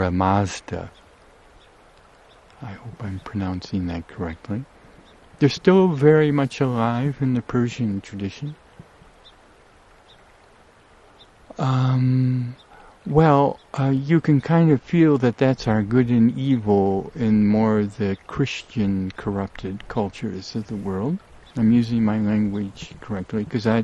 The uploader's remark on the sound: RECORDED above 6 Mile Meadow, West Forth of the WALLOWA RIVER, Eagle Cap Wilderness, OREGON. I ran out of Sun2Sound, so this is just the first part.